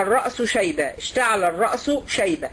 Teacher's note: الاتنين رخاوة، السين والشين رخاوة